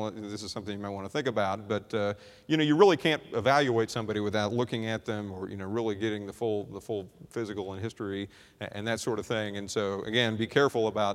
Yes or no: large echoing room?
yes